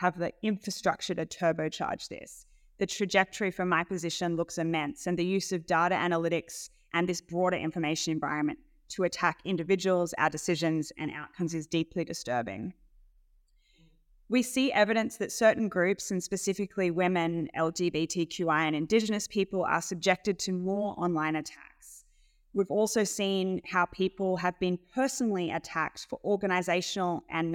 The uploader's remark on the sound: This is an edited lecture I gave at ANU